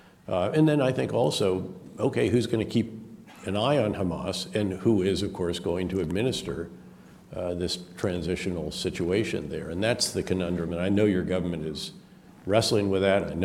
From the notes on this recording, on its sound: This public lecture was conducted both in-person and via Zoom